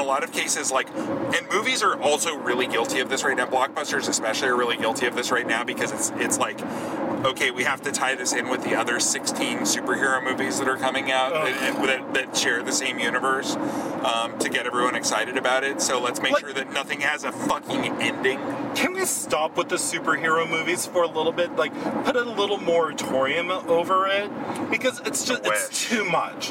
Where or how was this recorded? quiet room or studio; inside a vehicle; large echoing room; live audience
inside a vehicle